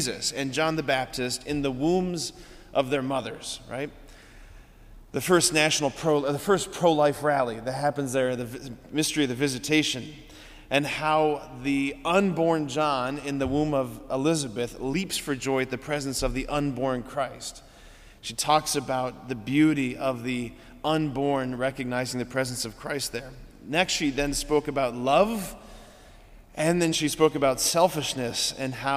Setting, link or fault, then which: setting, large echoing room